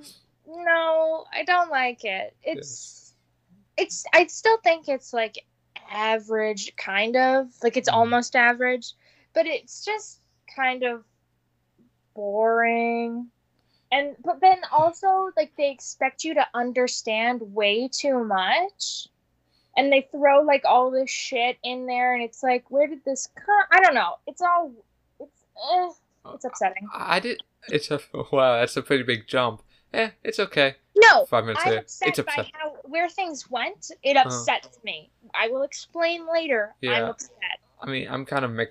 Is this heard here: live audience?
no